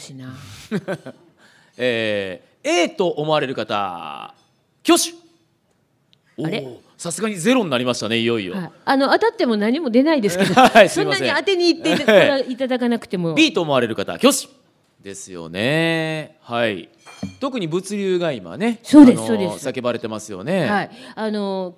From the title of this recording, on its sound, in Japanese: 公開収録